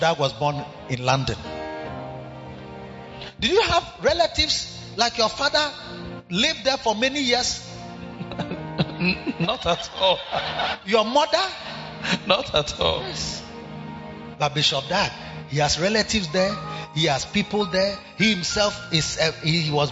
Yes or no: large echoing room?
yes